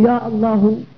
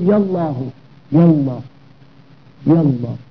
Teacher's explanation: تجعل الهمزة التي في لفظ الجلالة همزة قطع، فتلفظها تنطقها · Shown in: first take · تقول يا الله يا يا لاحظ همزة قطع، همزة قطع تلفظ، تلفظ حتى في وصف الكلام، حتى في درج الكلام بقطع الهمزة أي بنطق الهمزة، فتقول يا الله، وبوصفها أي بعدم نطقها تقول يا الله يا الله يا الله.